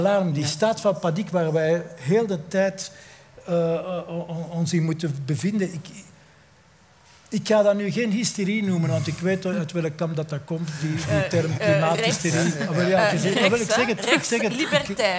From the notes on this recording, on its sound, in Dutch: Live opgenomen in De Grote Post in Oostende op 2 oktober 2022.